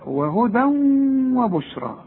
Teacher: وبشرى عند الياء بتتحول إلى ألف عند النطق